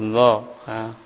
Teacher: huruf yang keluar dari ujung lidah dengan ujung gigi seri atas · Term: makhraj huruf dha